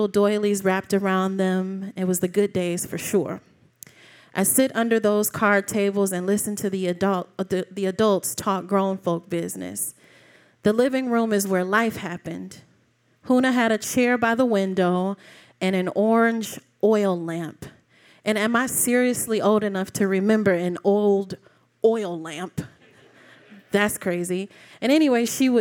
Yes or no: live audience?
yes